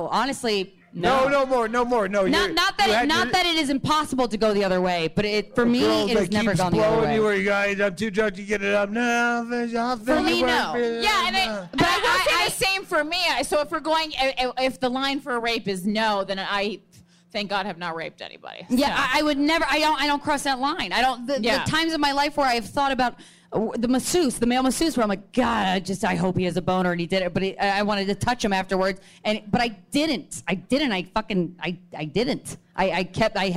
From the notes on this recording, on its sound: from the All Things Comedy Festival in Phoenix, Arizona